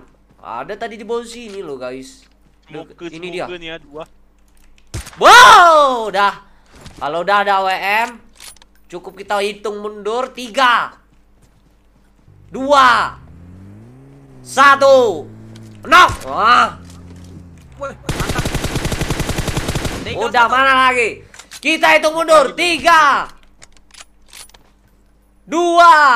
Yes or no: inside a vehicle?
yes